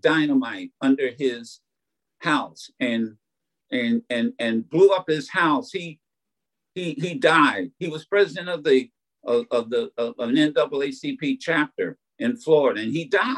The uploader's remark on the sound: Keynote address to a virtual networking event hosted by The Michigan Banner in conjunction with the Rising of the Phoenix organization and sponsored by Delta College.